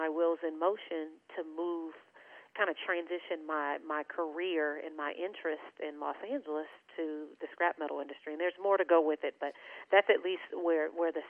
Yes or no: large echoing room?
no